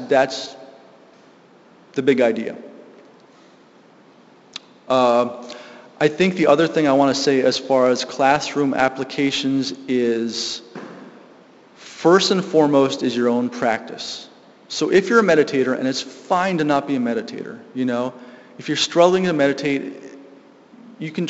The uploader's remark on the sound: Live from GLSEN South Hadley